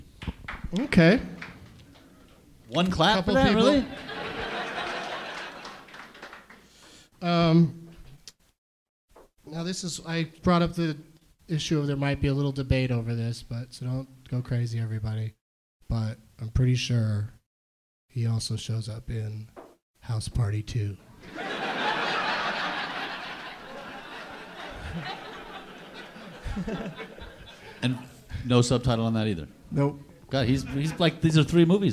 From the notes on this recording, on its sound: Live from the Comedy Zone in Charlotte, NC